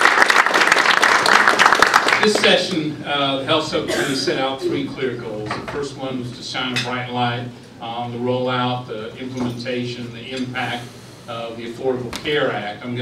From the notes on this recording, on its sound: WASHINGTON, D.C. The Ripon Society hosted a breakfast discussion with four members of the Ways & Means Subcommittee on Health.